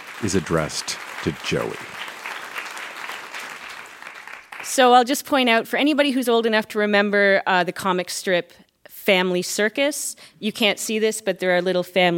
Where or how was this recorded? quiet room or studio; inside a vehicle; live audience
live audience